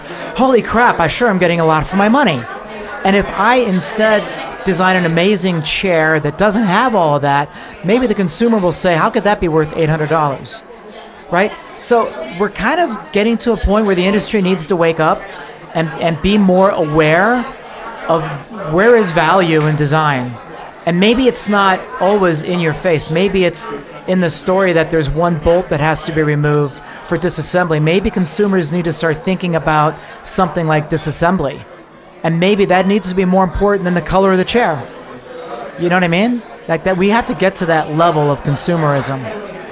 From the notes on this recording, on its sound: LIVE from NeoCon. We chat with six incredible guests.